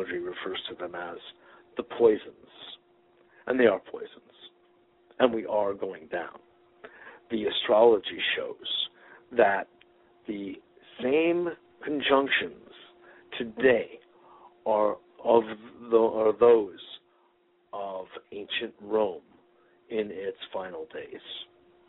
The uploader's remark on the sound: Today is a chance for listeners to call.